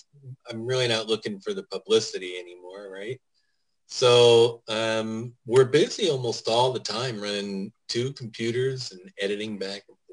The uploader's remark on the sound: For a Zoom show. Via a cellphone!